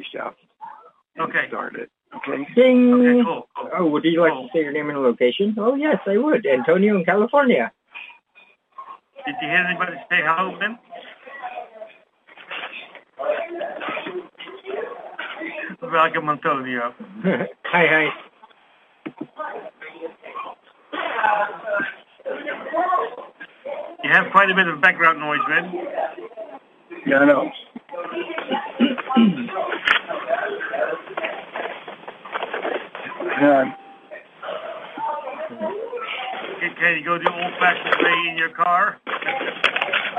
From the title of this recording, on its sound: Conference Call LIVE, February 28, 2022